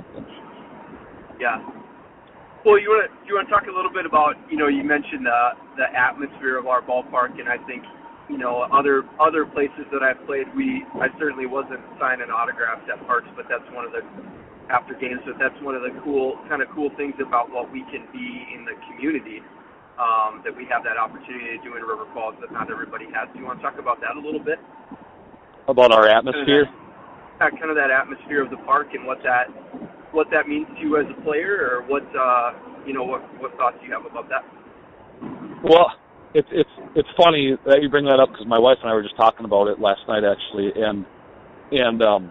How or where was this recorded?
inside a vehicle